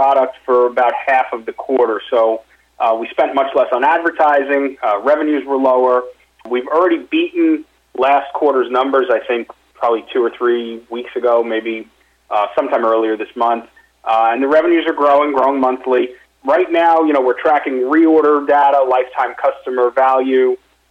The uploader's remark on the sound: Investor Conference Call